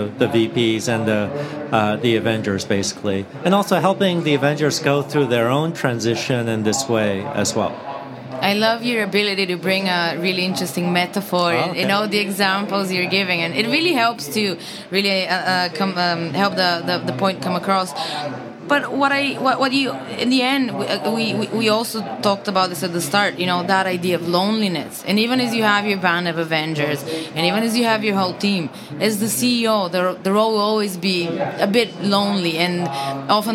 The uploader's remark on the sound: recording live at the Podcast Studio at SaaStock18